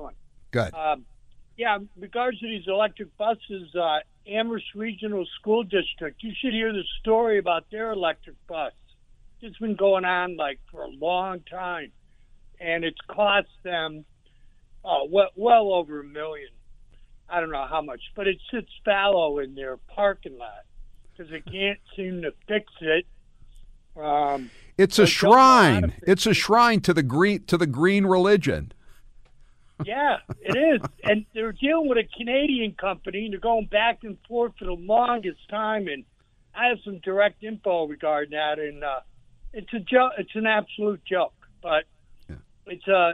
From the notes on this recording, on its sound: The phone lines are flooded with callers